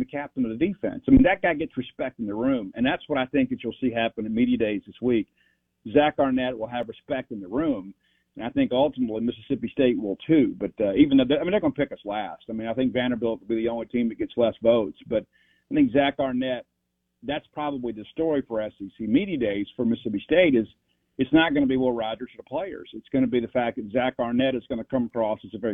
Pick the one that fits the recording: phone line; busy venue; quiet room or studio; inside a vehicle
phone line